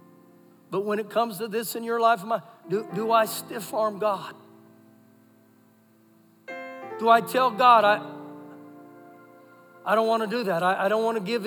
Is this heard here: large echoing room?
yes